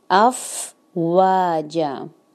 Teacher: तातूना अफवाजा, अफवाजा running sound होगी फा पर और वाओ को वी की तरह अदा नहीं करना. वाओ लिप्स को आपने राउंड करना है और फिर वा अदा करना है, नॉट लाइक वी.